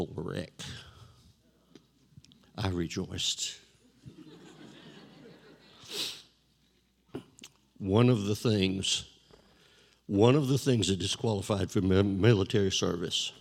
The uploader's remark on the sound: This JAT was recorded live on Sunday, October 10th, 2021 at Newark UPC.